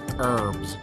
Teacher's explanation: In Belfast, we would say herbs, with a bit more R sound, but still pronouncing the H. Whereas in America, they don't pronounce the H, but they put even more R sound